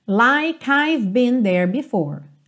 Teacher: o E não é pronunciado, o K já junta no I